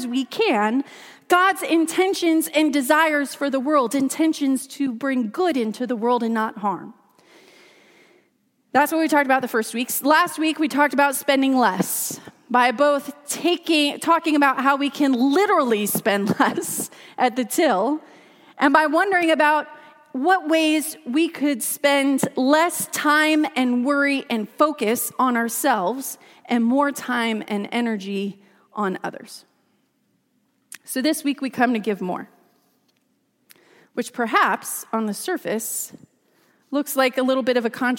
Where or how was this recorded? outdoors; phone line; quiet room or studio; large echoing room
large echoing room